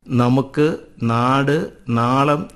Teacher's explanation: നാ എന്ന ലിപിക്ക് പദാദിയിൽ ദന്ത്യാനുനാസികത്തിൻ്റെ ഉച്ചാരണമാണ് വരിക, നമുക്ക്, നാട്, നാളം എന്നിവ പോലെ.